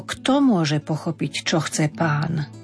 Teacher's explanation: Opäť nemusí ísť intonácia smerom hore. Nie, nemusí, ale nemala by.